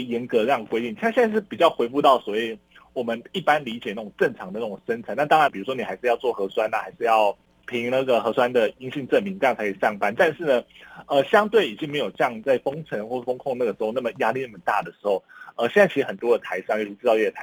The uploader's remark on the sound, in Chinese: 連線訪問中央社駐上海記者。